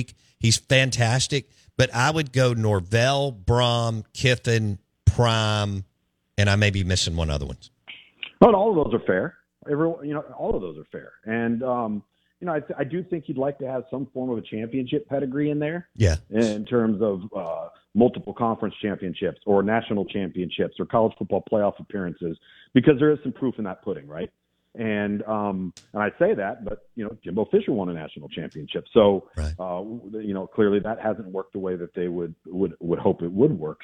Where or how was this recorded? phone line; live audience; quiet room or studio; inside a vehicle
phone line